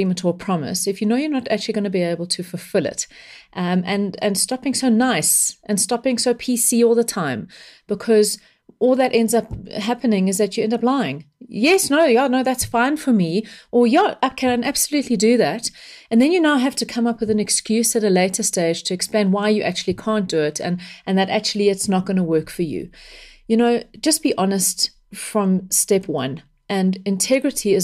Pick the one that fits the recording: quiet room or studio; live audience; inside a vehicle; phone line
quiet room or studio